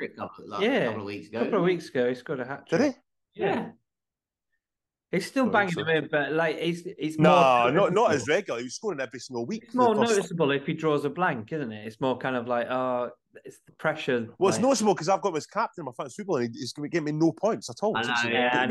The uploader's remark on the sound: for a quick zoom this week